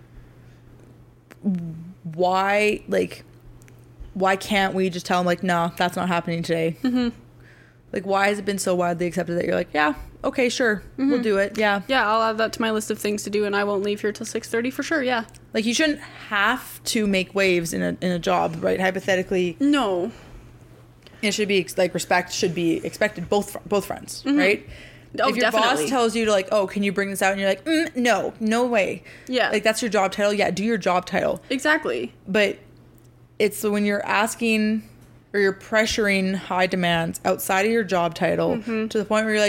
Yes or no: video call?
no